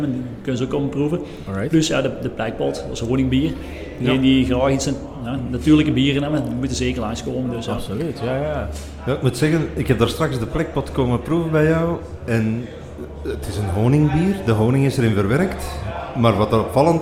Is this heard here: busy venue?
yes